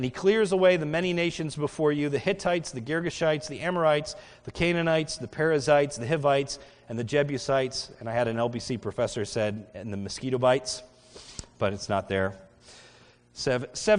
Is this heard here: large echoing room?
yes